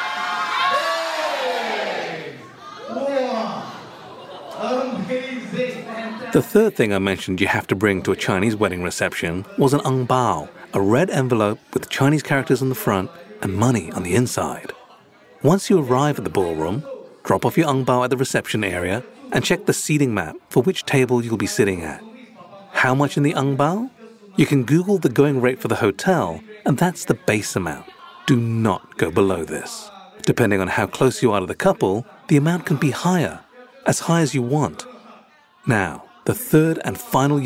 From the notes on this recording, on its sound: Letting me record their Yun Seng. The emcee who organised getting me into the magnificent ballroom at the Fullerton Hotel. Immersivesound #3Dio #zoomf3 #singapore #soundscape #wedding #weddingtoast #chinesewedding #yumseng #fullteronhotel #ballroom.